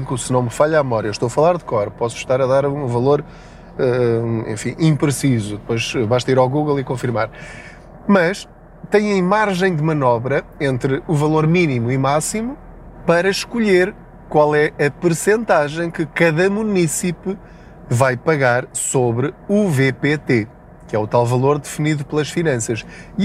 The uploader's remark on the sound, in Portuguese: Não ligue aos barulhos da viagem.